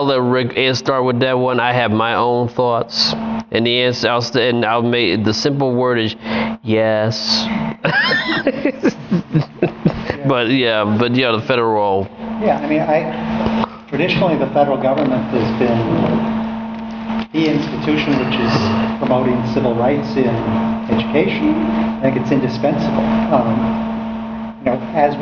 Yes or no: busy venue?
yes